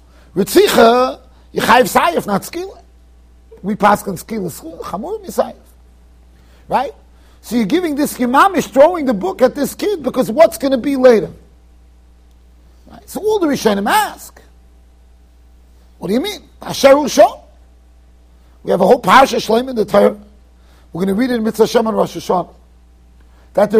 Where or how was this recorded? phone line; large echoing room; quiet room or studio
large echoing room